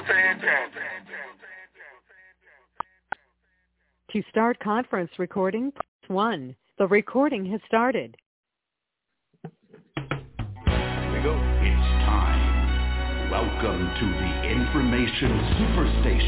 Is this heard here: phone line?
yes